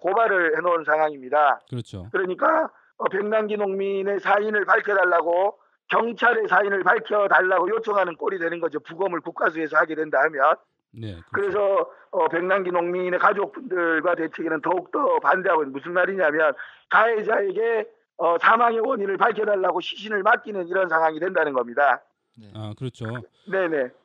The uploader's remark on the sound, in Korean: 전화인터뷰. 그의 목소리를 통해 현장의 인터뷰를 전해드립니다.